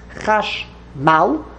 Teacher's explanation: The original word is chash mal, two syllables, and the emphasis is applied to the last syllable.